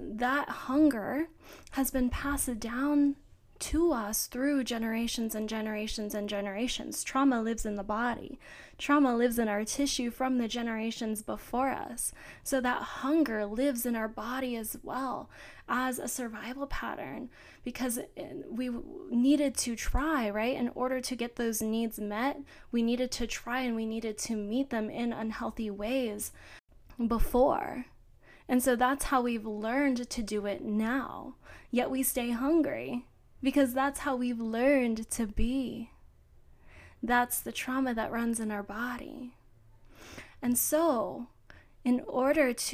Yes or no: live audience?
no